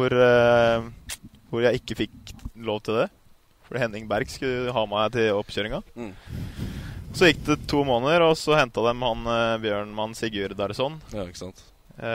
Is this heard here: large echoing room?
no